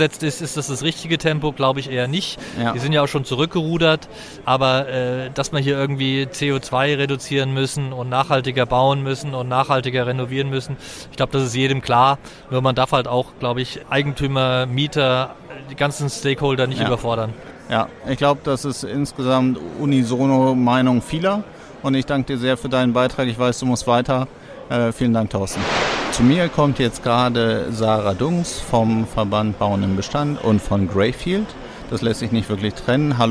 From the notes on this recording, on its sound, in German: EXPO REAL On Air 2.0 // Sonderfolge: EXPO REAL 2023. Live aufgenommen am Messestand der CINTHIA Real Estate auf der EXPO REAL 2023 in München.